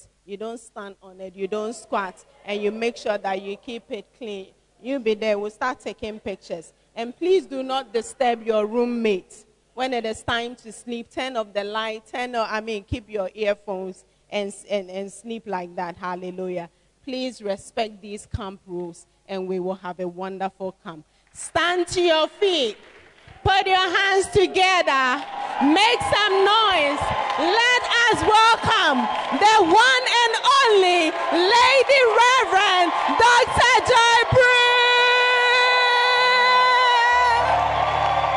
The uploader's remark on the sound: Preached At Servants Armed And Trained Campaign Camp